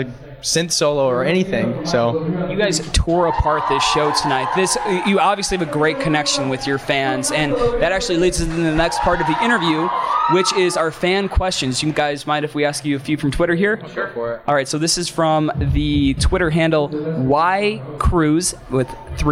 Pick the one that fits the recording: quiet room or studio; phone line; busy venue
busy venue